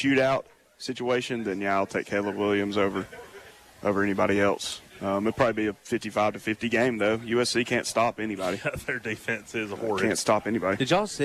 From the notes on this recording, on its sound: A live edition from Chorba-Lee Stadium